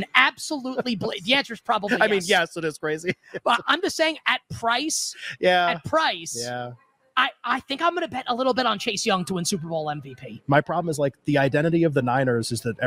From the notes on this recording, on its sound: LIVE FROM LAS VEGAS at the Mandalay Bay